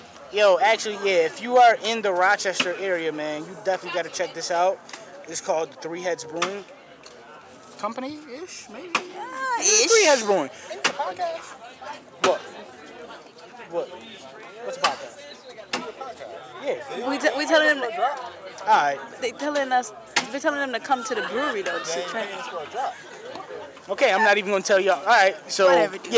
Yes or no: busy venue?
yes